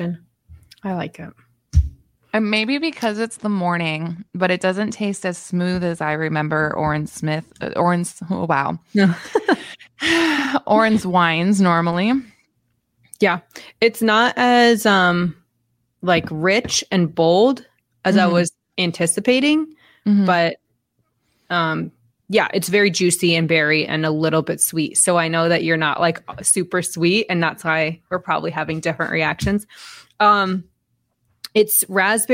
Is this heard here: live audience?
no